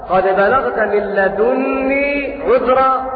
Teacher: وأما نافع وأبو جعفر فيقرآن قد بلغت من لدني عذرا من لدني بضم الدال وتخفيف النون، وقرأ باقي القراء قد بلغت من لدني عذرا بتشديد النون هكذا. إذن نافع وأبو جعفر وشعبة قرأوا بتخفيف النون لدني، وقرأ باقي القراء قد بلغت من لدني عذرا هكذا.